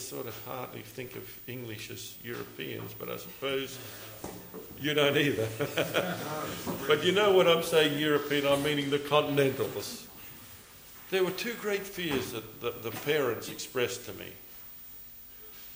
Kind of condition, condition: setting, live audience